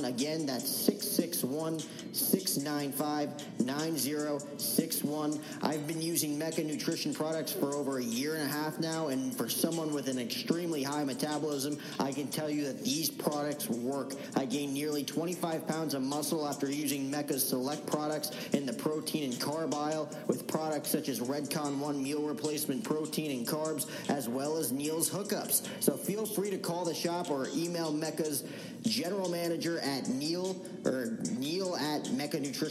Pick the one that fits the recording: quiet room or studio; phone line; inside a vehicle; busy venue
busy venue